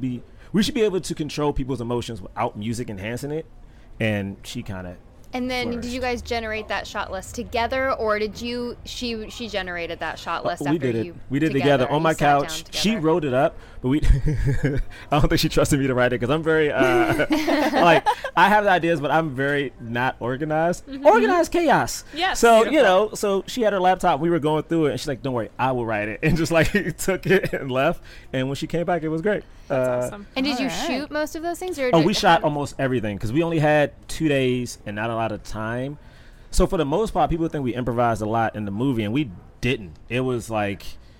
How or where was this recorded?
busy venue